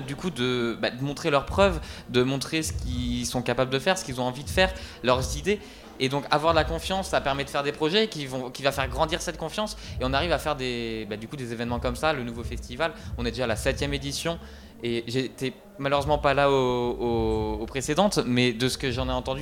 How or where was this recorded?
busy venue